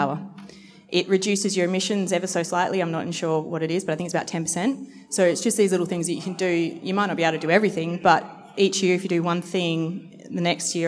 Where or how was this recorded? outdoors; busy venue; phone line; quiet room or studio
busy venue